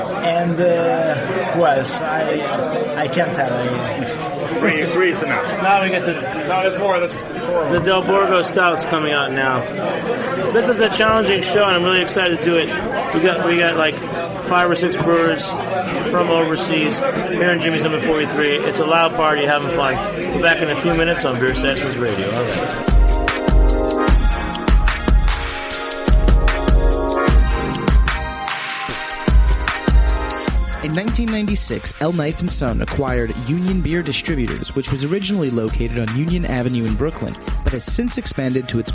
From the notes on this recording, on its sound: Recorded live at Jimmy’s No.